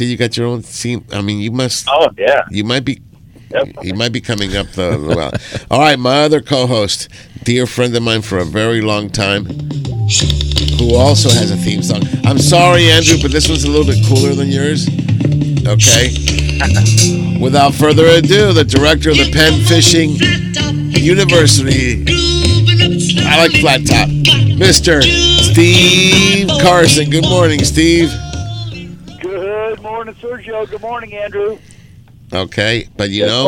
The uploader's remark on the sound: "LIVE" from Angel Stadium in Anaheim, CA